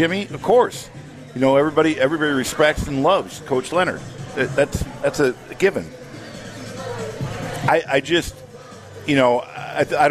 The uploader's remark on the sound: live from the Great Dane